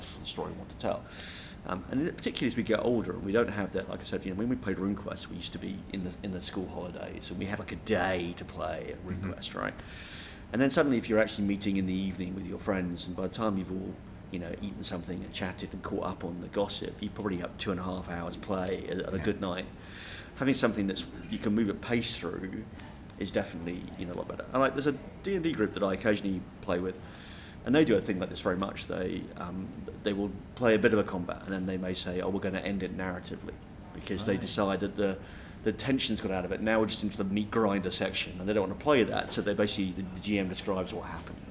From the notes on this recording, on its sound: This is an unusual GROGPOD as it was recorded live at GROGMEET 18.